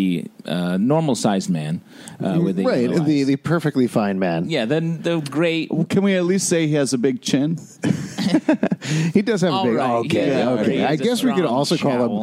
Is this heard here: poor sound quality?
no